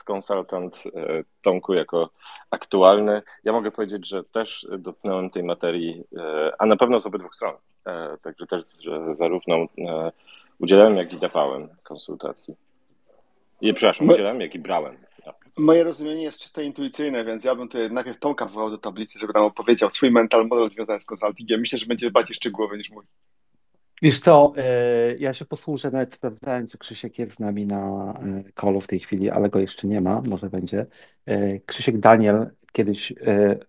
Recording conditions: video call